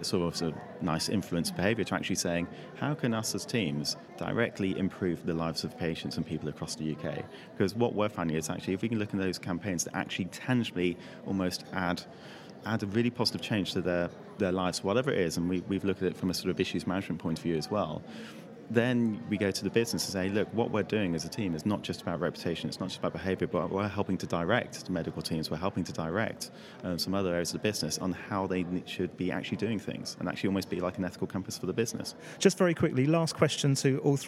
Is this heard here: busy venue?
yes